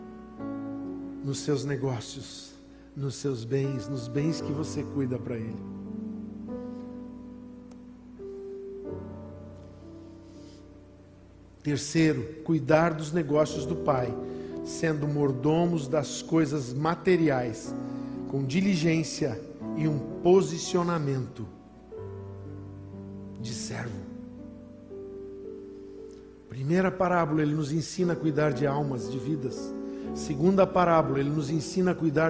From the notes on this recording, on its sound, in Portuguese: em nosso Culto de Ceia dia 01/11/2020 na Igreja ABA Blumenau (Transmitido ao vivo)